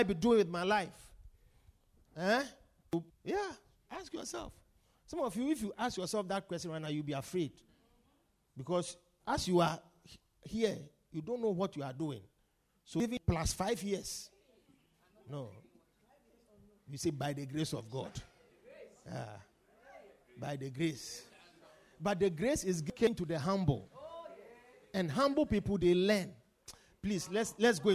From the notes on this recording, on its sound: Preached at The Victory Secrets Service.